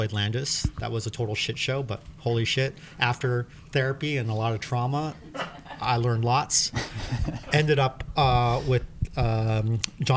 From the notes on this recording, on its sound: This was recorded during the event, and our cycling pros were feeling the energy from a day of great riding.